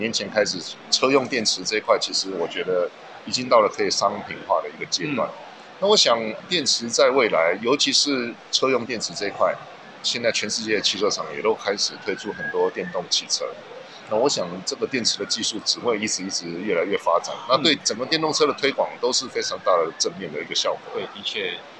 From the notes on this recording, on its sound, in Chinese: Kisplay米蘭二輪車展現場直擊！